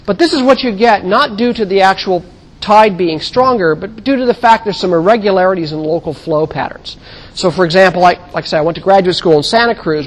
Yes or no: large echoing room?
yes